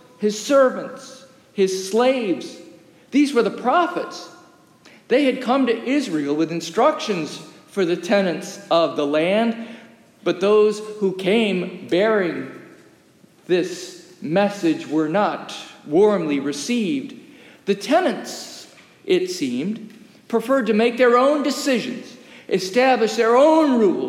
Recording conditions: large echoing room